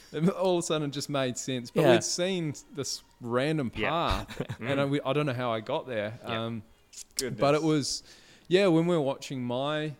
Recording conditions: busy venue